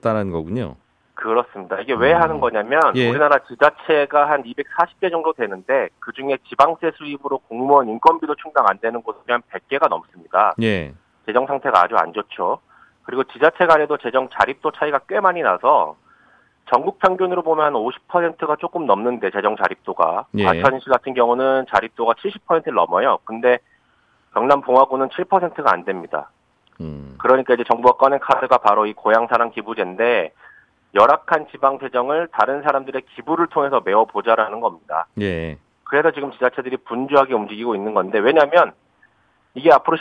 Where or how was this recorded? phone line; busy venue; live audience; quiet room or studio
phone line